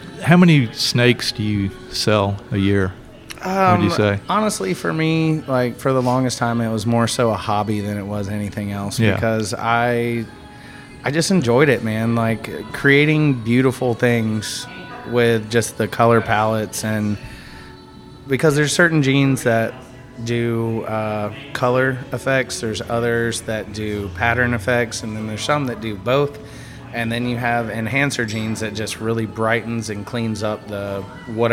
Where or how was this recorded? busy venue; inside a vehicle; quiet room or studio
busy venue